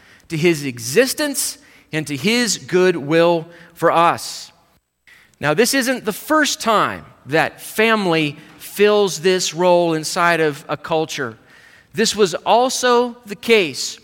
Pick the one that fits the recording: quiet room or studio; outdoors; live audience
live audience